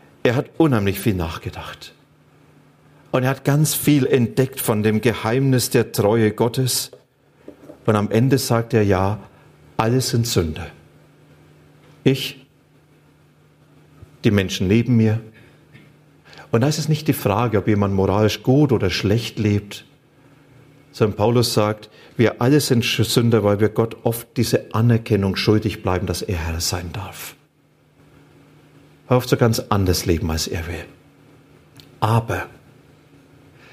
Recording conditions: large echoing room